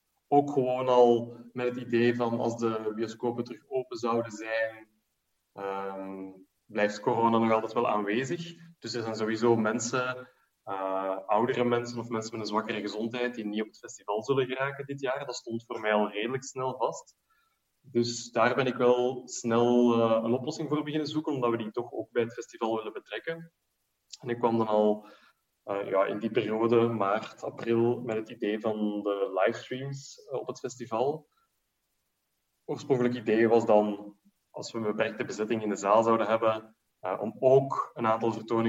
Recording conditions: video call